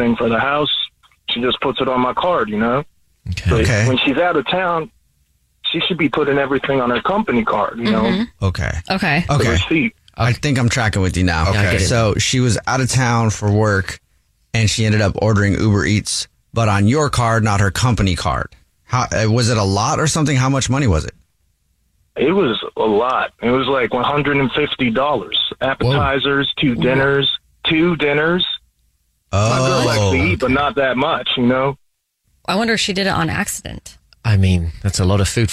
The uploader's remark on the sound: Is on the phone today for War Of The Roses to catch a cheater.